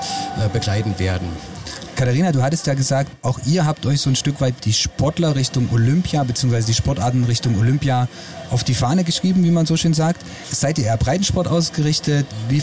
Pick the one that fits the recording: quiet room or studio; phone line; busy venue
busy venue